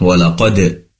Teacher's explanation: ada qalqalah sughra, ada dal yang sukun mati, maka perlu dipantulkan